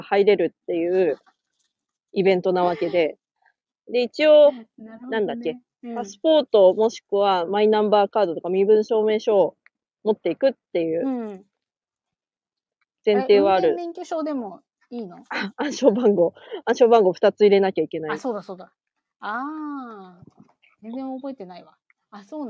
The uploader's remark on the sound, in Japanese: 農作業しながらライブ。音声の品質はまだまだ模索中。